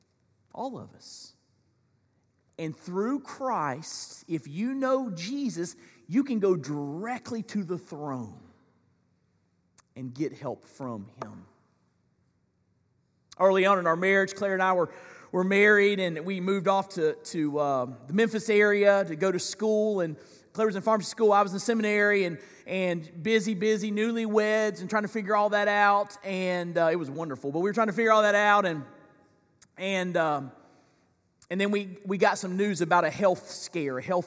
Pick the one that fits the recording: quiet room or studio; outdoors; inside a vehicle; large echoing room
large echoing room